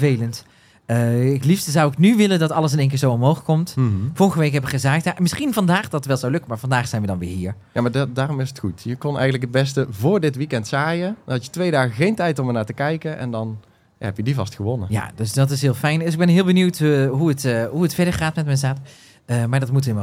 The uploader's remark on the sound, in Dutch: live vanaf de moestuinbeurs in Beesd